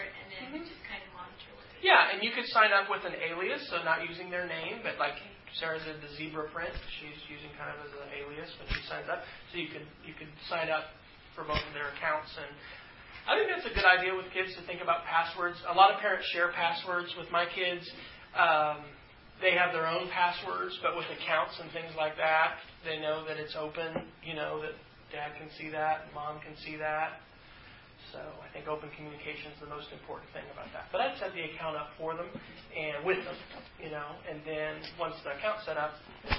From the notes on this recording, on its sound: This is a recording from the "iPhone & iPad Apps for Fun & Productivity" workshop in Oklahoma City on 29 December 2010.